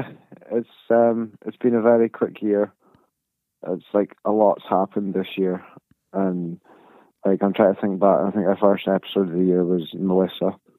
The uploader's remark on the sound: Jumped on the phone to do a episode during the absolute rush that is the festive period. Rodecaster troubles.